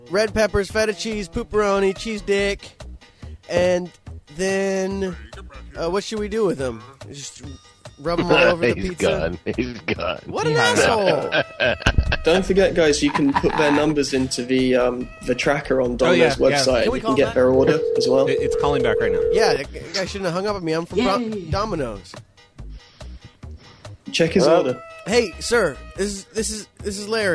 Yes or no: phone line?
yes